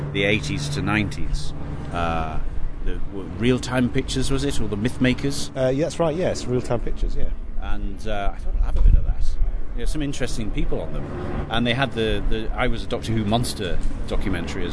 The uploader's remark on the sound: We're on foot again in this special episode we thought lost. On location: Saint Paul's Cathedral - apologies for the windy conditions, stick with us.